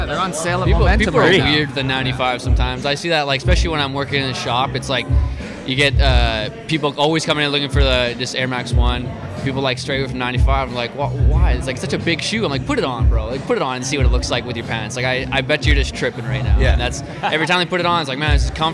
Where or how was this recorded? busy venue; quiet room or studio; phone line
busy venue